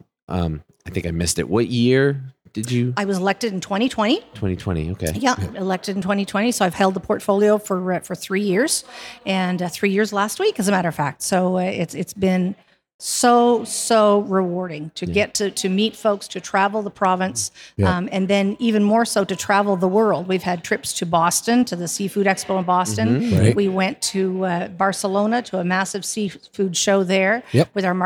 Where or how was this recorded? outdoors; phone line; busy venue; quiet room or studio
busy venue